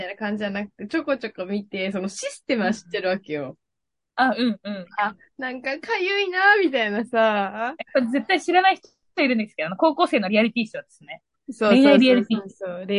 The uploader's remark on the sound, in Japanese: 東京と富山でzoomにて収録